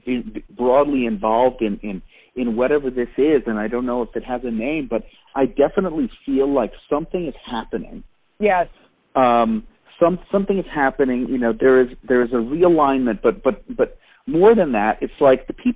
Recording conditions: phone line